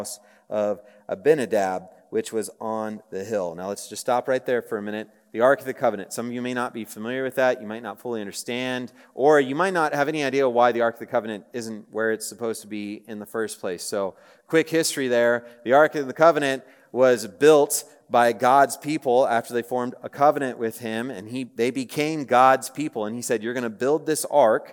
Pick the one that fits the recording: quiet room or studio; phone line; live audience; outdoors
live audience